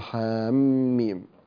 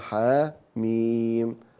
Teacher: ودون تشديد الميم في حاميم · Shown in: second take · لا تقول حاميم إنما حاميم، لا تشدد الميم.